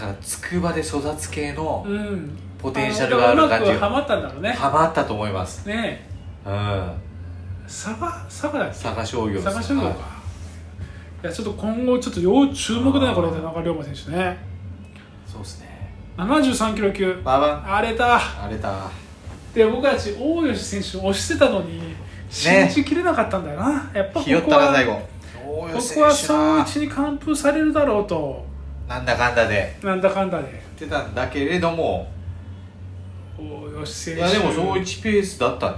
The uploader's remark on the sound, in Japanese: カラオケボックスでの収録なので周りがちょっとうるさくてすいません。